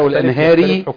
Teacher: وده بيقوي الراء، بيخلي الراء عند الوقف قويه حتى لو كانت مكسوره في الوصل